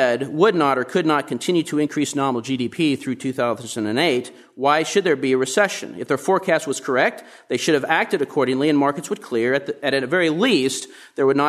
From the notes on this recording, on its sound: Presented at the Austrian Economics Research Conference. Recorded 23 March 2013 at the Ludwig von Mises Institute in Auburn, Alabama.